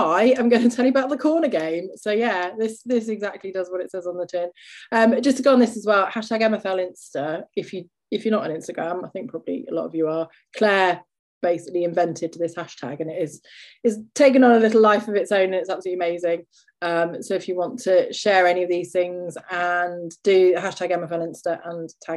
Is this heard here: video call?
yes